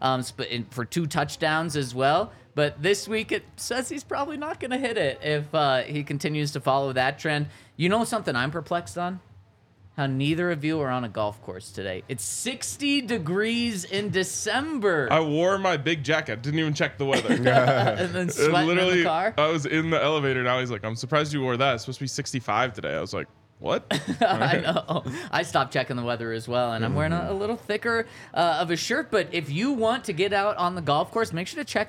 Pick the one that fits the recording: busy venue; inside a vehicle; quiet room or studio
busy venue